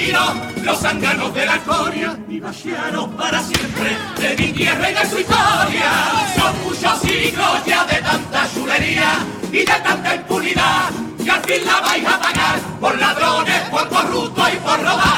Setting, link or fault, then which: setting, live audience